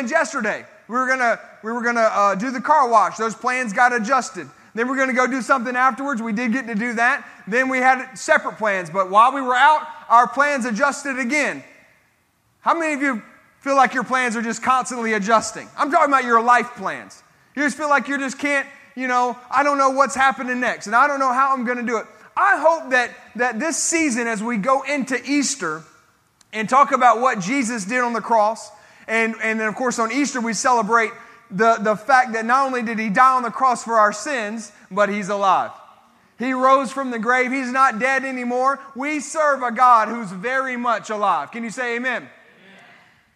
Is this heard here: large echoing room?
yes